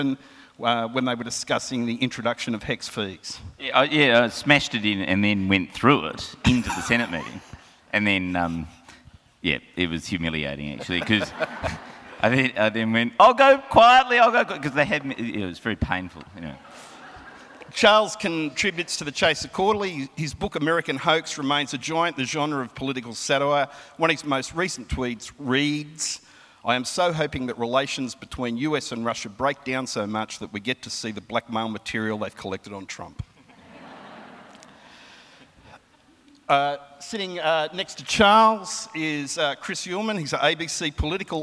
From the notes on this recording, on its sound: recorded at the 2017 Newcastle Writers Festival